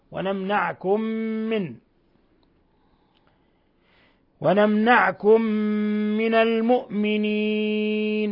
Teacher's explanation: ونمنعكم، ميم ساكنة جاء بعد النون إظهار شفوي. ثم ميم ساكنة جاء بعد ميم متحركة إضغام مثلين صغير. ونمنعكم من، ولاحظوا إطباق الشفتين، ونمنعكم من، ونمنعكم من المؤمنين.